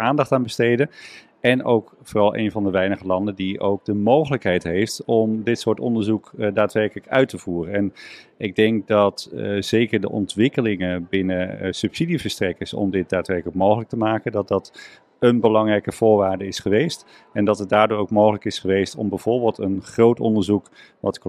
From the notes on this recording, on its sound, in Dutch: Congres de Stervensfase. Live bij het congres!